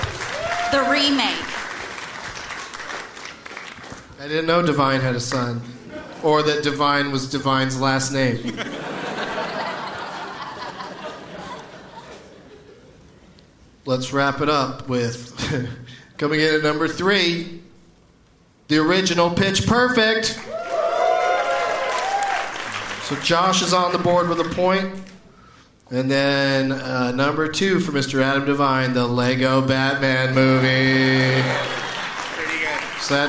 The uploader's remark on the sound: In another show from the Gramercy Theatre in NYC.